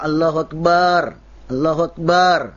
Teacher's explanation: Atau juga kalimat dia mengucapkan, ketika mengucapkan Allahu Akbar, huruf ba-nya yang panjang dalam kata akbar · Term: panjang ba-nya